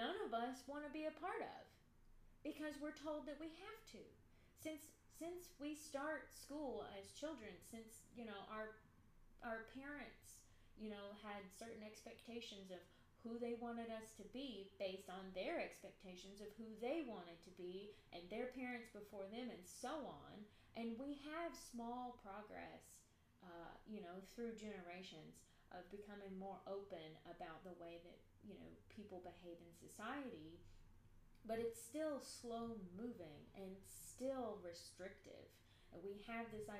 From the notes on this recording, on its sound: It’s essentially unedited, the sound is too low.